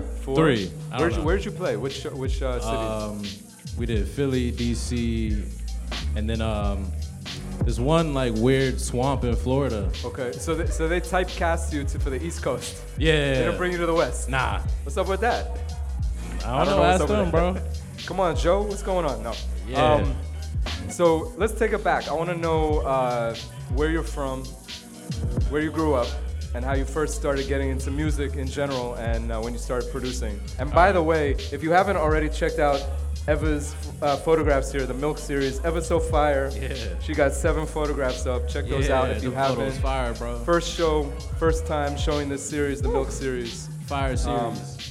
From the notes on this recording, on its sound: Broadcast live on December 6, 2018 from the storefront of Kinfolk 90 in Williamsburg, Brooklyn, New York City. Broadcast live on WAXX.fm.